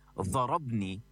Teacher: نسمع ببعض اللهجات الفلسطينية إبدال حرف الضاد بضاء